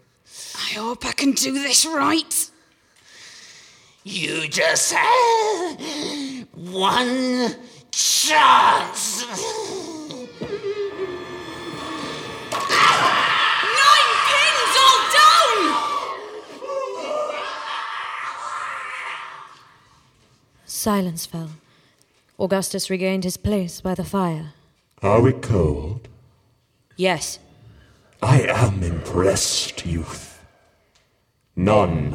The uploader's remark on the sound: Performed live as part of A Very Grimm Christmas. Not for the faint of heart, some of the audience fainted.